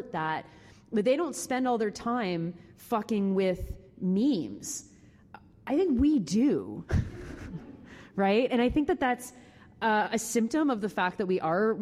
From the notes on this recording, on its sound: Take lively questions from the audience. Jokes from the floor.